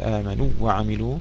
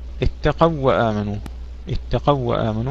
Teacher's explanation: هنا الواو الأولى تدغم في الثانية لأنها ليست حرف مد · Shown in: second take · إذن يخرج من هذا العموم أحرف المد.